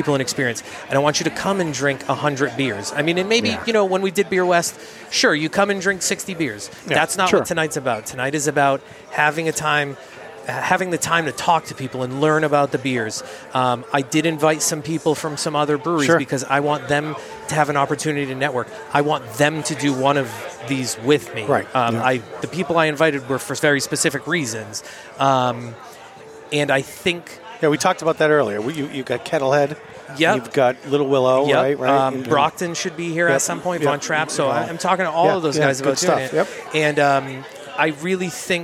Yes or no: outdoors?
yes